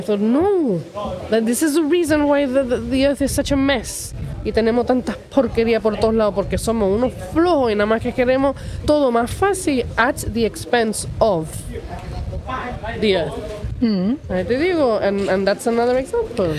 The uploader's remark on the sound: Live from Main Street and sitting on a nice bench under a tree. A normal afternoon downtown.